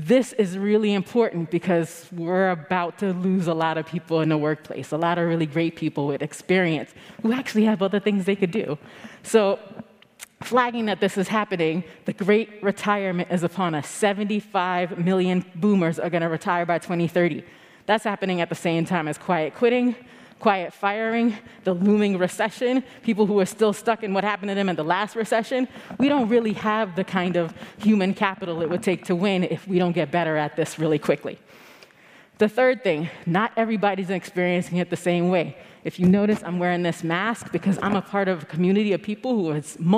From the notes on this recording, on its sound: keynote highlights from GreenBiz 23